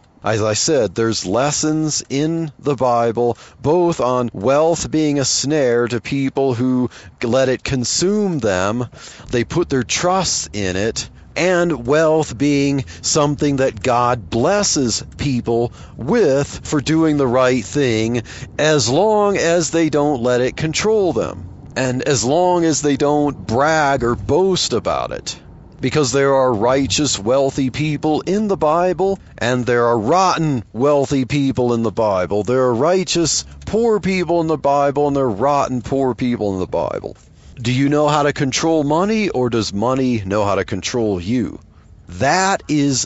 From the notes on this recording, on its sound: while driving to work